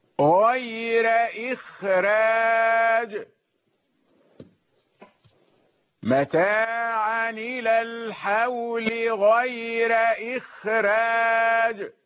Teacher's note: إذن الخاء مستثناة فهو يرقق بعدها ولا يجعلها فاصلا يمنع الترقيق، وإنما يرقق الراء بعد الخاء كما سمعتم